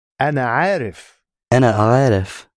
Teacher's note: You need to emphasize the first syllable more and also include the ah on the beginning.